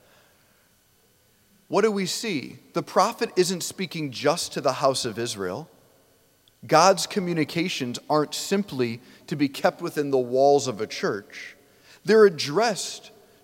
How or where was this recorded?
large echoing room